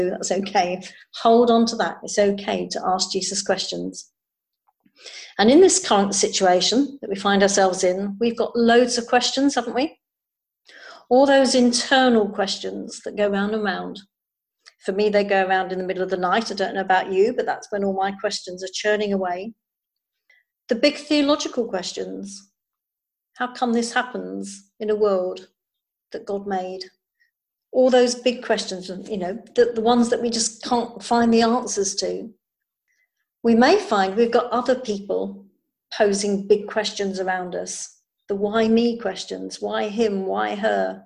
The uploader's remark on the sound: Recording of the zoom service on 29th March 2020